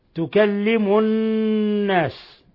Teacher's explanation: النون مشددة فتغن مقدار حركتين